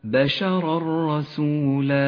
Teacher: إدغام بلا غنة، سقط التنوين من اللفظ